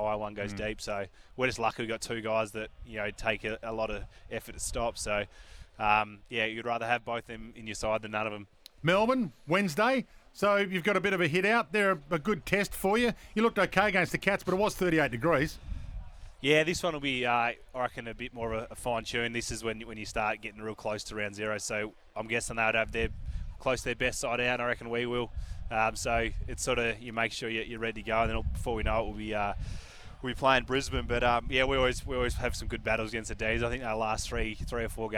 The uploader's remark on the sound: live at AFL Captain's Day